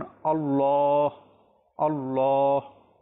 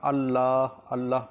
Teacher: আল্লাহ শব্দটাকে সবসময় একটু পুর করে মোটা করে পাঠ করতে হয় · Shown in: first take